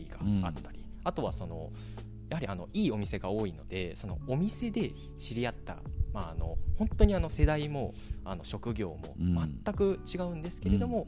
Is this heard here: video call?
no